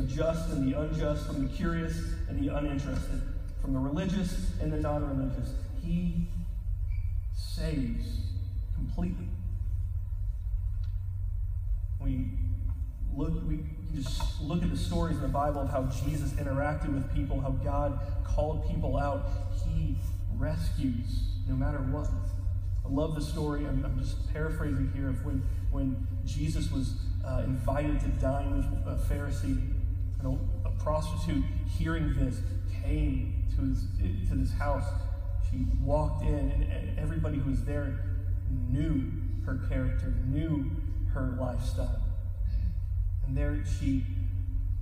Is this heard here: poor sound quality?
yes